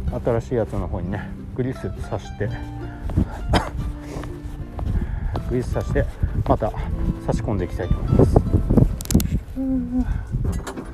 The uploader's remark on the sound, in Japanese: 長芋掘り機の部品交換をしな がら駄弁り。音量低めで雑音がすごいです。気軽に配信したくてiPhone＋ピンマイクで収録。